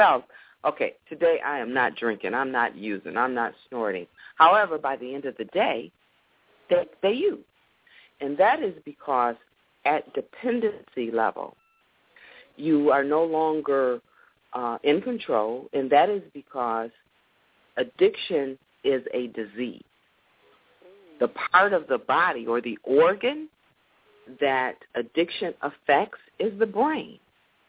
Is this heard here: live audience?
no